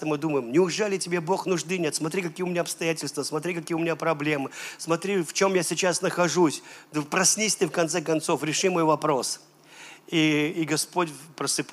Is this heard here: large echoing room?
yes